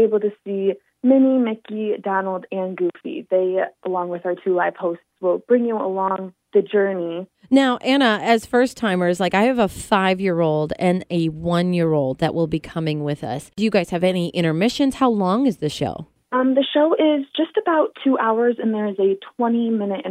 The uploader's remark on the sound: over the phone